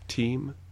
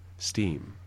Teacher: team might have aspiration, steam might not.